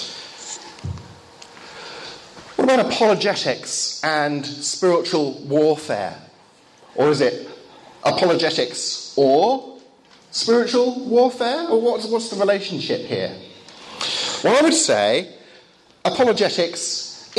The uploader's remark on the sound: Lecture given in Bulgaria, 2014.